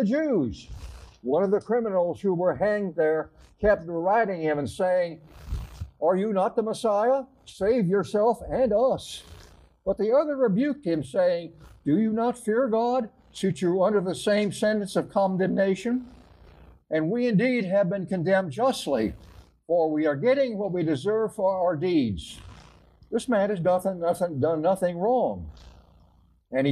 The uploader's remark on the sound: live recording from our church in San Jose, California